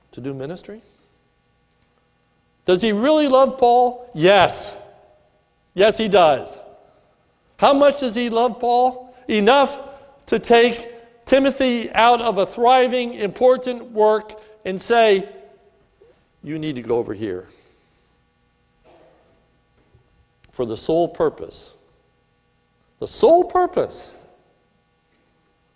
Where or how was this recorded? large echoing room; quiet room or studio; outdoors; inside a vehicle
large echoing room